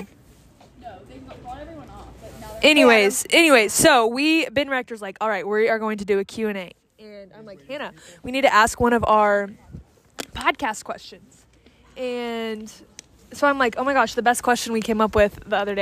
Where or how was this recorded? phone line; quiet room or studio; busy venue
busy venue